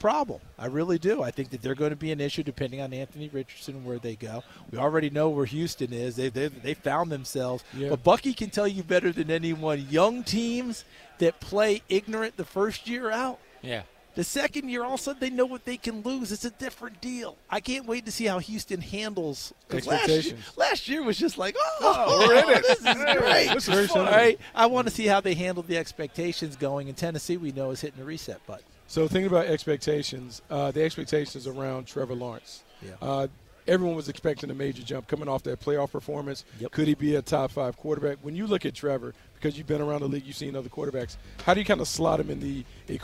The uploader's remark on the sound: live from the NFL Combine